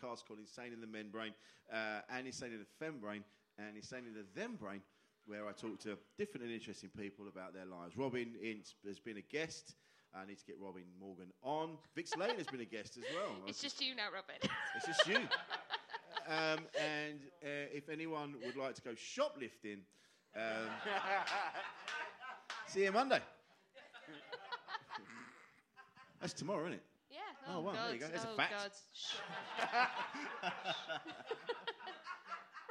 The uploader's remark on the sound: Live at Camden Fringe. We record live from the iconic Water Rats as part of the Camden Fringe.